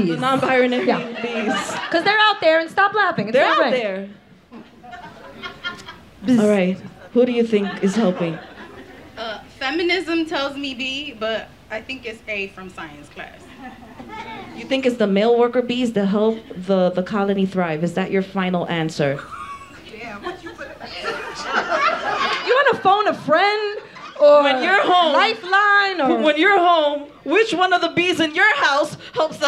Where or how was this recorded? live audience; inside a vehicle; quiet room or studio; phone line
live audience